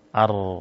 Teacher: Ar, di sini ada ro sukun sebelumnya fathah. Ini dibaca tebal karena posisinya sebelumnya berharokat fathah, sehingga dibaca tebal ar ya, tidak dibaca tipis.